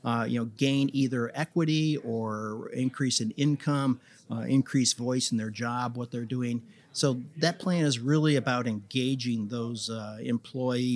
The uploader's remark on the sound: Recorded at this year’s annual Florida Economic Development Council Conference hosted at Sheraton Orlando Lake Buena Vista Resort. This and the following segments were recorded at this year’s annual Florida Economic Development Council Conference hosted at Sheraton Orlando Lake Buena Vista Resort.